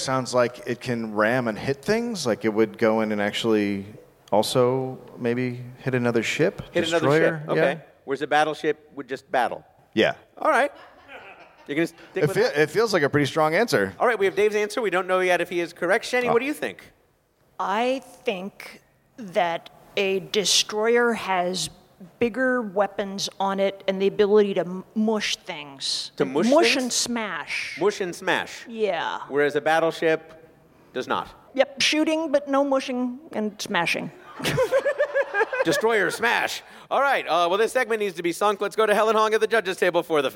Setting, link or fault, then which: setting, busy venue